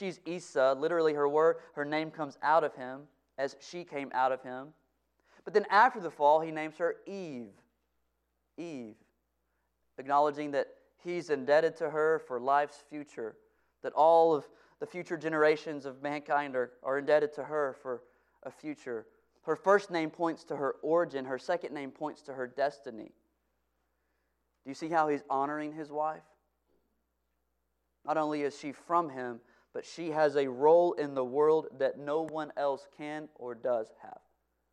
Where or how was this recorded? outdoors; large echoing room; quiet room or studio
large echoing room